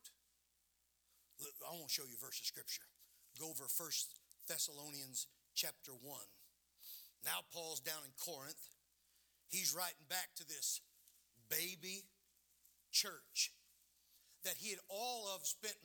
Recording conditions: large echoing room